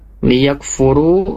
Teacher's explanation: ru-nya jangan sampai terlalu panjang ya, cukup dua harokat saja